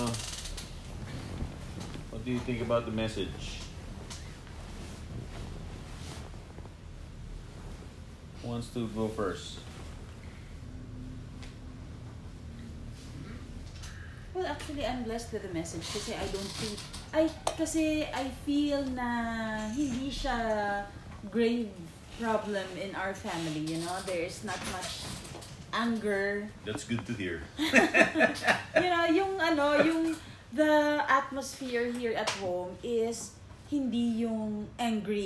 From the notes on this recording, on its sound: I hope the audio is better on your end